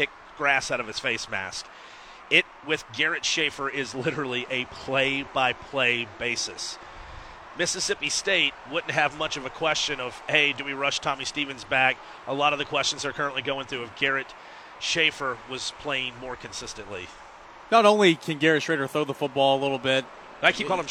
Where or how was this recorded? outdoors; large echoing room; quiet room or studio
outdoors